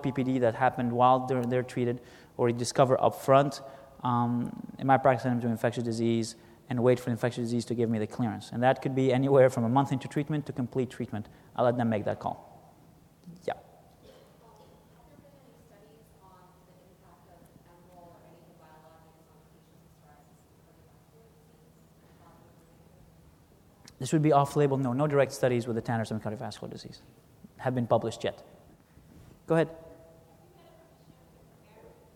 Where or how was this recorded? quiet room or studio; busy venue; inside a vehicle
busy venue